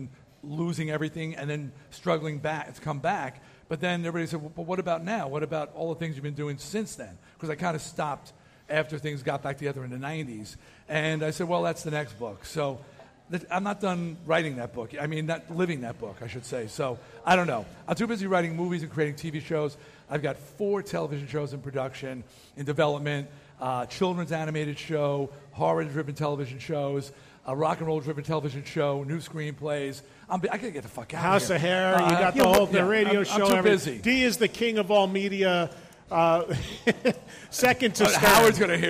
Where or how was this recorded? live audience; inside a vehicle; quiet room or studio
live audience